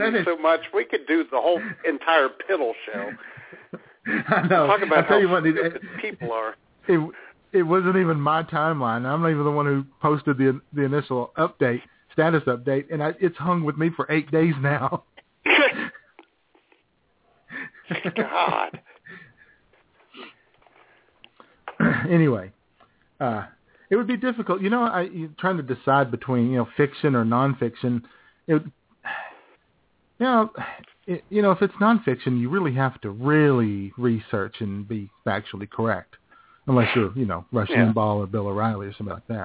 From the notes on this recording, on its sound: take your phone calls